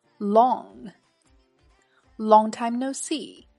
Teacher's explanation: 它结尾有鼻辅音，嗯，注意发音精准，舌头的中后部要抵向上颚，靠近嗓子眼儿的位置去发声